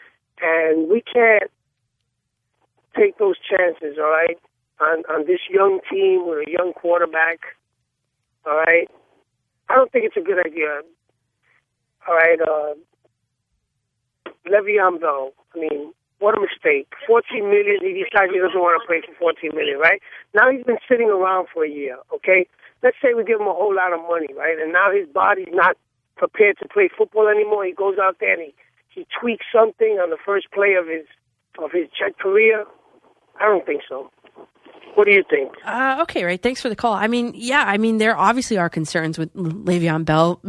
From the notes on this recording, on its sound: listener phone calls